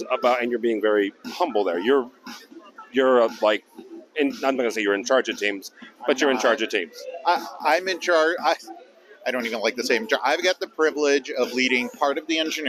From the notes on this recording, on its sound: Live From Orlando, It’s Enterprise Connect 22. Enterprise Connect is back in person, and we talk to many industry professionals about the collaboration space.